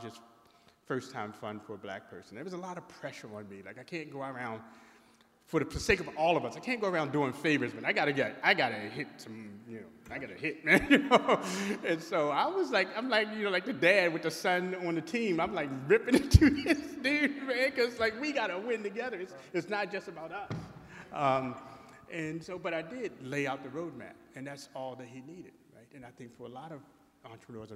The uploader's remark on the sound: This conversation presents a fireside chat from AfroTech Executive Brooklyn 2023.